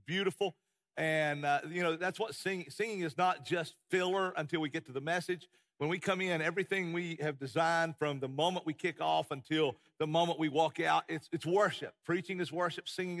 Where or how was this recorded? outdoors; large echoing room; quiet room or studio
large echoing room